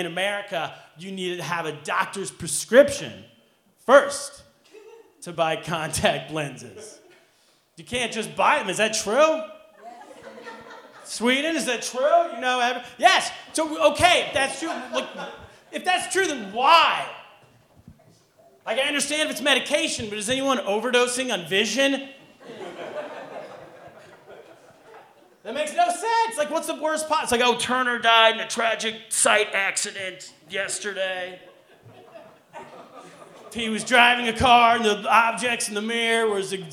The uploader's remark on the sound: Are live from Stand Up NY Comedy Club in Manhattan. This action-packed live show.